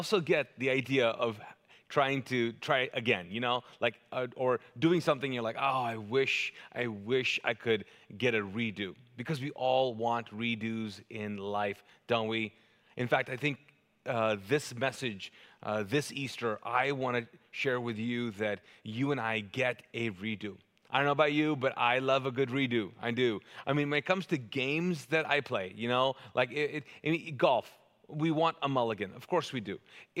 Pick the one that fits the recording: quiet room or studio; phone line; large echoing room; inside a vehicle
large echoing room